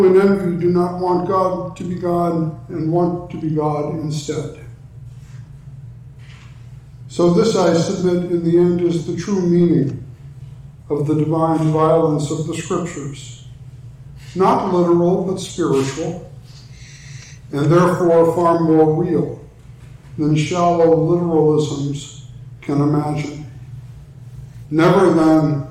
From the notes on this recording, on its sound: talk for the NALC Atlantic Mission Region's theological conference